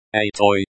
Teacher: stress on the first syllable